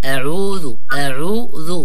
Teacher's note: الهمزة لابد أن يبينها بالشكل المطلوب هكذا، يعني مرققة مع فتح الفم، وليس أو، ولا يطولها، يعني يطول حكى الفترة الزمنية يقول أعوذ أعوذ، لا همزة فقط، أ إي أو يعني حركة معينة، أعوذ أعوذ، لا بد من تبيين العين والذال.